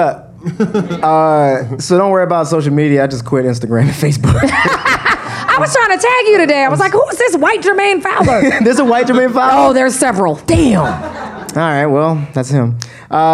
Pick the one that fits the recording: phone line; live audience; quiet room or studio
live audience